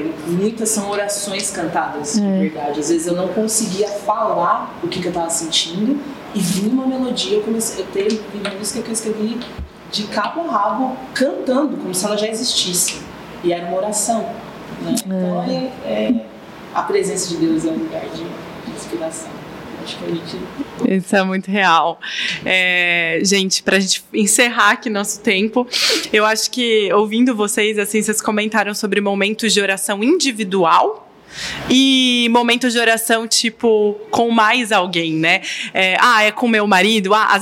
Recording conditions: busy venue